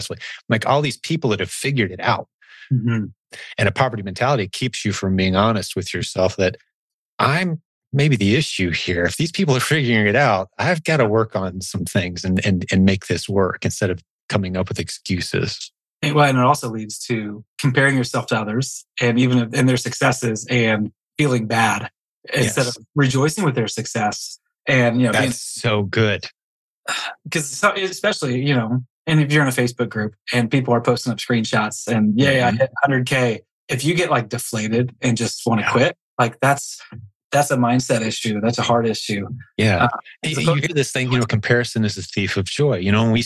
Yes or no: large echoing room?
no